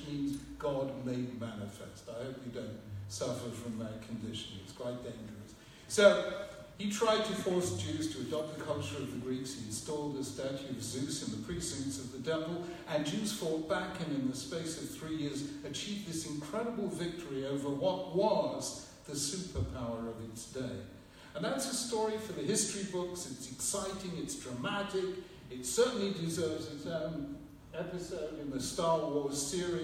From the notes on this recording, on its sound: Gave to students at the Hasmonean High School for Boys' in London, UK on 13th December 2017.